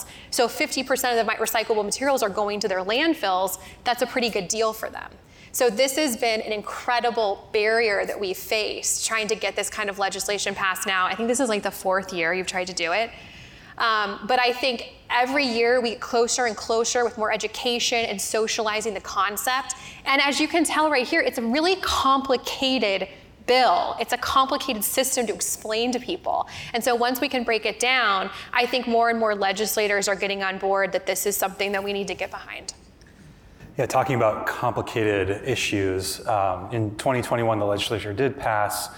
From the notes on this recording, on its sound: For this episode of the Crosscut Talks podcast, we listen in on a conversation from the Crosscut Ideas Festival.